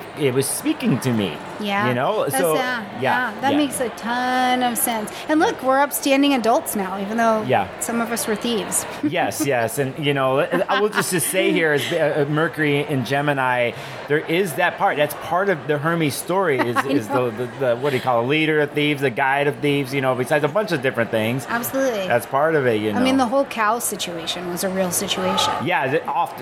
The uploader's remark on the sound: This was recorded at the 2023 Northwest Astrological Conference.